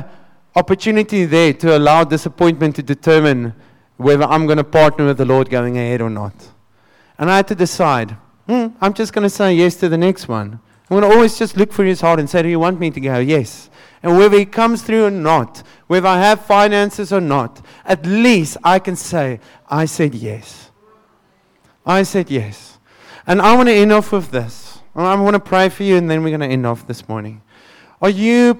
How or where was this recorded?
large echoing room